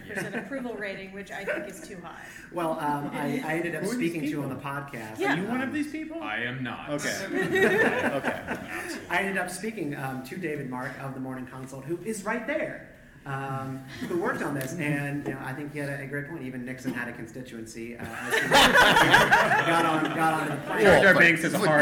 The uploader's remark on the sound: Live Show in Arlington. Gathered at the Arlington library in Virginia. This was a live show in front of an audience.